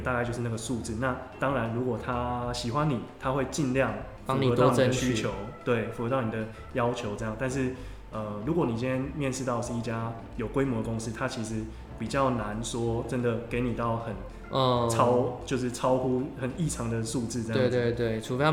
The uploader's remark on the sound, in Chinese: 這集來到回音的最高點，真的好需要一個讚的錄音場地啊～。但其實聽一分鐘之後就習慣了。